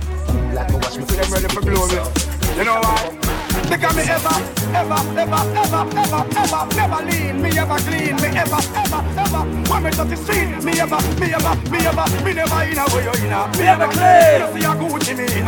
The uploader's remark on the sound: LIVE AUDIO. Live at Island Saturdays on Dec 2nd.